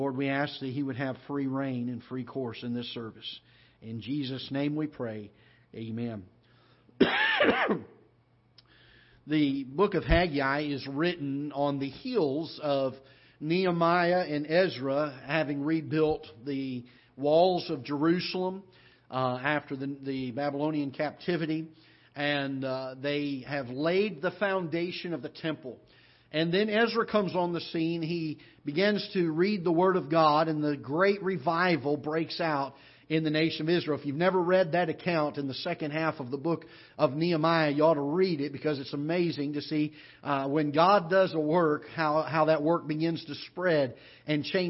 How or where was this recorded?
large echoing room